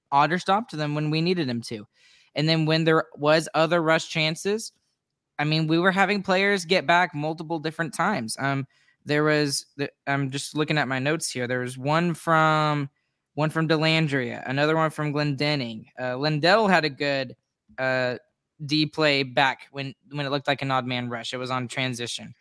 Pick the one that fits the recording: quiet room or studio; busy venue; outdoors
quiet room or studio